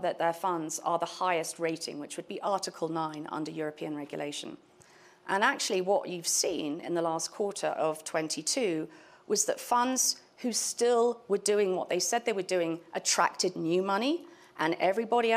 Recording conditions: busy venue